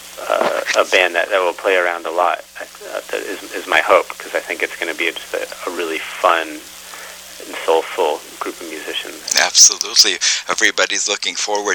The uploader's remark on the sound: Conducted by telephone in May 2013.